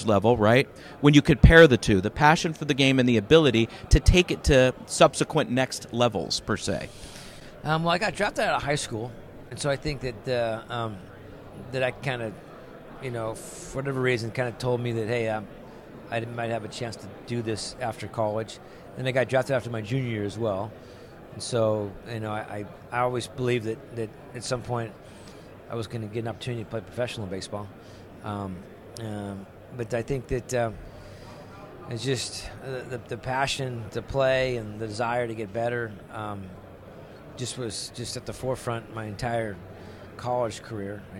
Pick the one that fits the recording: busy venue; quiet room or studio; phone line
busy venue